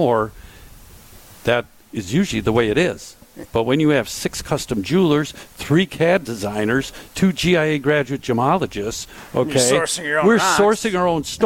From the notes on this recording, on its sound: broadcast live from Chalmers Jewelers in Middleton